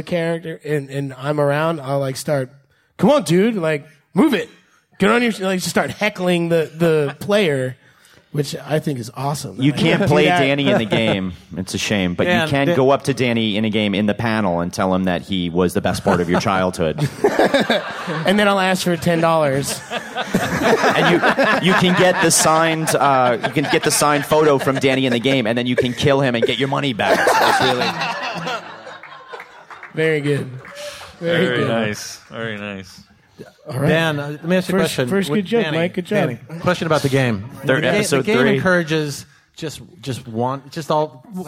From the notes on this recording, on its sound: For their first ever LIVE podcast. Visit Stan Lee's Comikaze in LA.